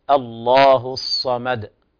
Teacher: بيان فيها الصفير وكذلك الهمس، والصاد حرف من حروف الاستعلاء، حرف مفخم وكذلك من حروف الإطباق · Term: حرف الصاد